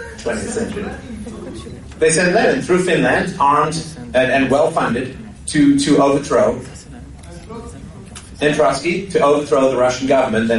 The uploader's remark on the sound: Speech recorded on April 12th at the Toronto Bitcoin Expo 2014.